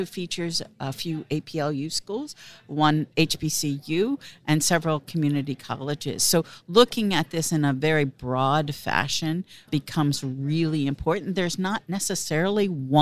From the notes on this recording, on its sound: This special live episode was recorded on the show floor at the Times Higher Ed Digital US Event held at Illinois Tech in Chicago.